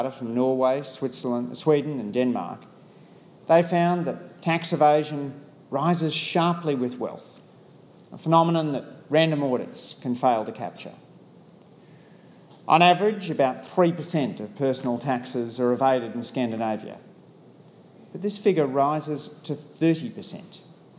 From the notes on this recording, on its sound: I spoke to the petroleum industry’s biennial tax conference